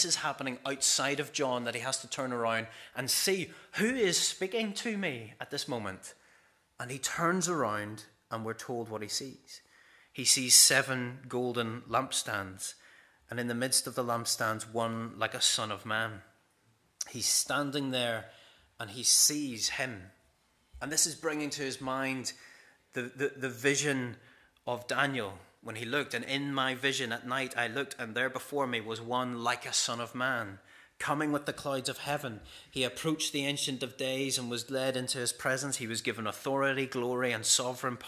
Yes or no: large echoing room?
yes